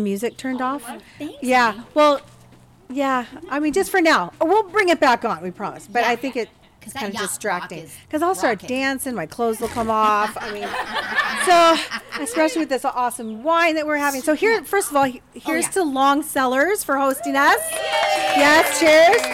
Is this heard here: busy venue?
yes